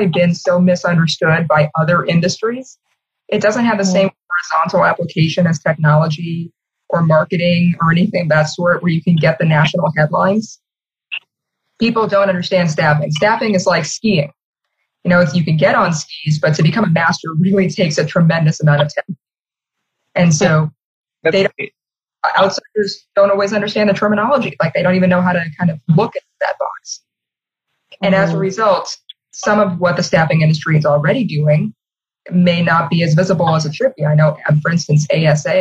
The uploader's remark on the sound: sits down (to a Zoom call)